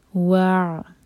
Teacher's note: عین ساکن پر تھوڑا سا ٹائم دیں تاکہ جھٹکا نہ ہو